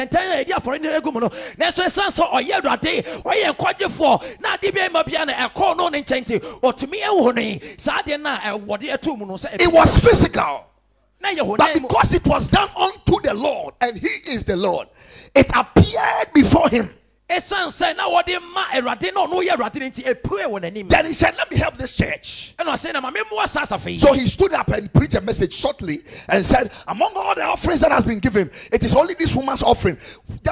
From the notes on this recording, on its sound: Preached at Ekklesia Chapel